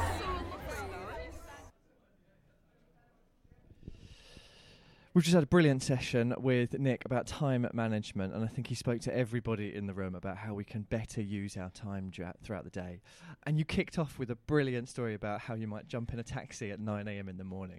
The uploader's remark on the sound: LIVE from the Scottish Fundraising Conference 2022